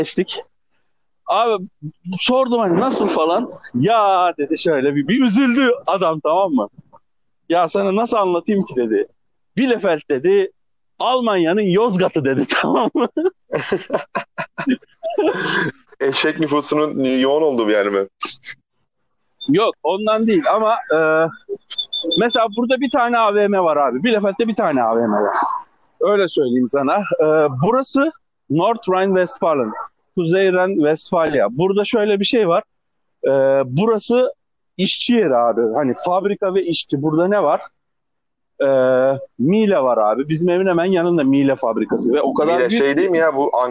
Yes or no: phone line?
yes